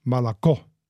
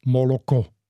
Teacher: Aber die Aussprache auf Russisch ist Malako. Also das O wird so reduziert zu einem Ö · Shown in: first take · Malako. Und im Ukrainischen bleibt das aber nicht reduziert, Moloko. · Term: Lautreduktionen